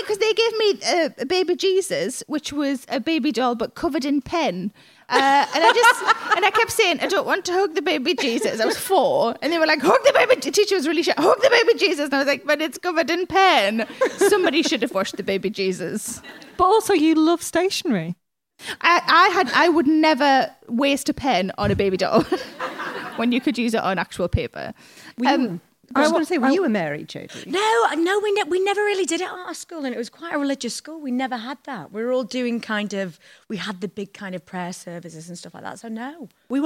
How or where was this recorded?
live audience